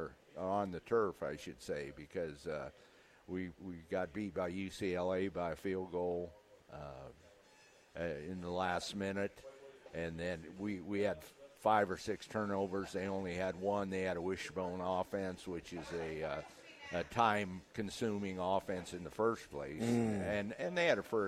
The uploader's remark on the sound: LIVE at Wingstop